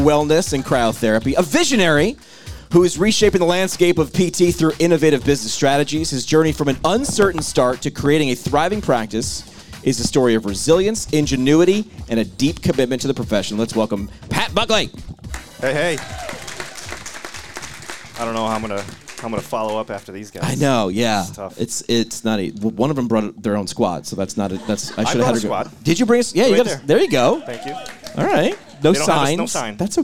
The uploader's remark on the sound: Sacred Heart University LIVE SHOW. In this dynamic live episode of PT Pintcast.